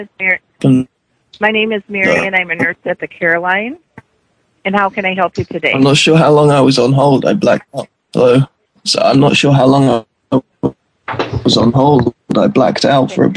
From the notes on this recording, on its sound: Prank Phone Calls